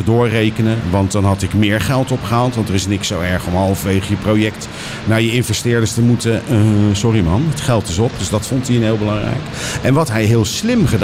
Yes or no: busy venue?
yes